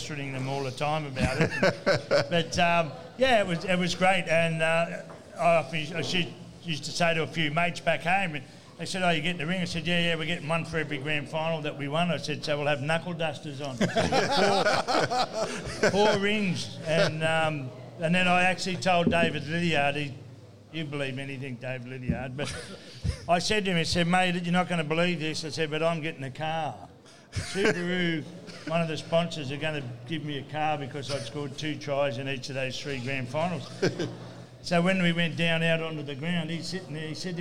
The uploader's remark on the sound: live from Jacks Bar & Grill